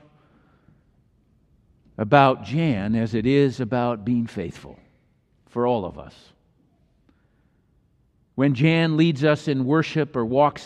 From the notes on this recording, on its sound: Message was delivered during the Traditonal Worship service.